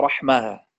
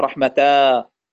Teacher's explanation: يستثنى تاء التأنيث التي تكون في الوصل، تقلب هاء عند الوقف · Shown in: first take